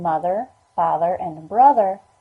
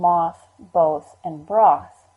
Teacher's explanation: Why is the TH sound voiced in mother, father, and brother, but unvoiced in moth, both, and broth? According to the John Wells phonetic blog, it's because in Old English, the TH sounds were voiced when the TH is between vowel sounds.